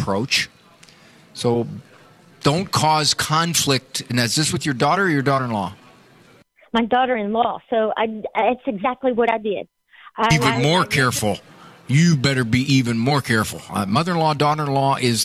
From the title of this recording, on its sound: Live from The EWTN Catholic Radio Conference